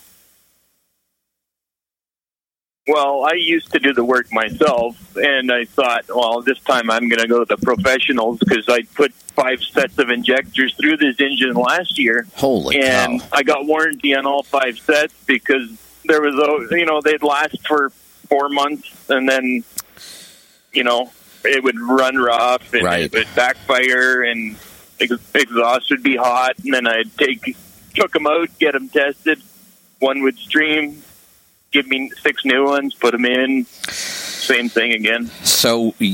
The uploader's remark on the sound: Call in Question and Answer Show